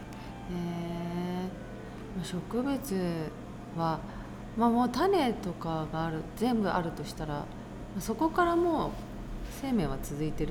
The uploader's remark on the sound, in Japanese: 松本市の県の森の紅葉の中で収録しました。